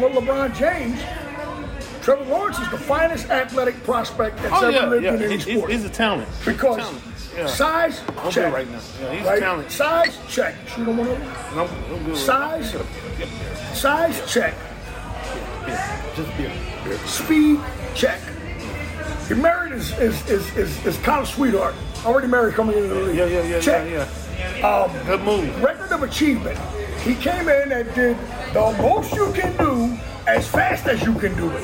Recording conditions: busy venue